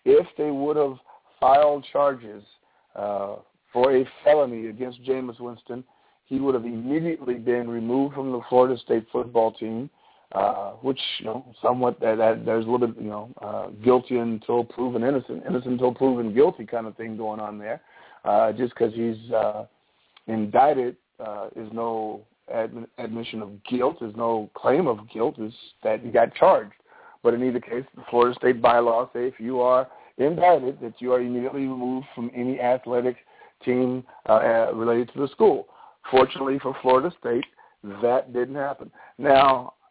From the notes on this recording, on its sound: All Call in tonight.